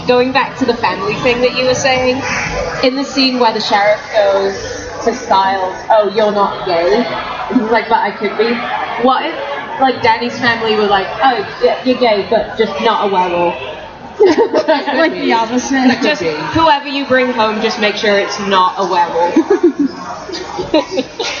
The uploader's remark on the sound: Live from Indy PopCon 2014